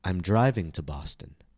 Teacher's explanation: Notice how driving, the newest and most important piece of information, becomes the focus word. The stressed syllable of driving now has the highest pitch and the longest vowel.